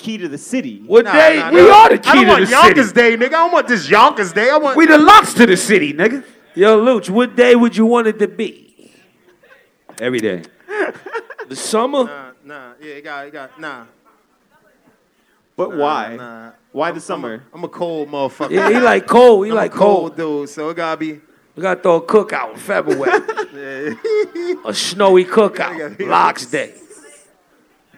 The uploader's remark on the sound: Joined by a raucous audience at Highline Ballroom in NYC.